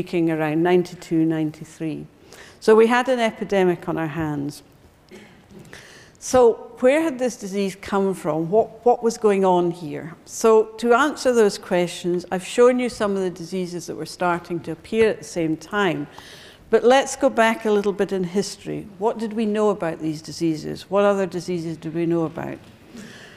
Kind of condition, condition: setting, large echoing room